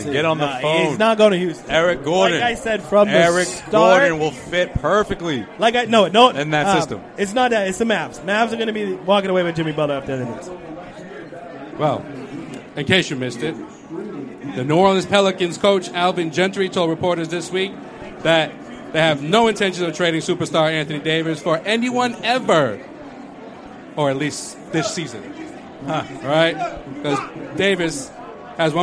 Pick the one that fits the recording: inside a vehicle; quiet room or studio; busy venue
busy venue